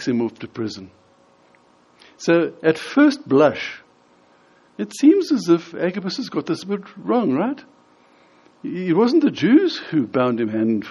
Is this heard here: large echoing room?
yes